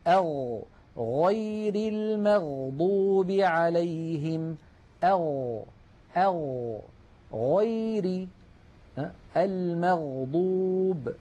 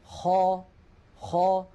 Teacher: ومن أدنى الحلق، يعني من أقرب منطقة من الحلق إلى الشفتين، حرفان هما الغين والخاء